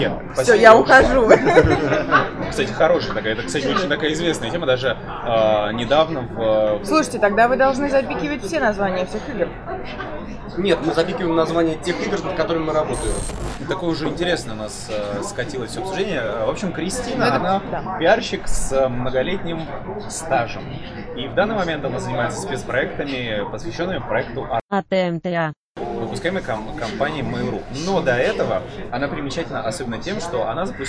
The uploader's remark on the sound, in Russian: Признаемся честно, в этот раз нам не очень повезло с местом, в котором мы записывались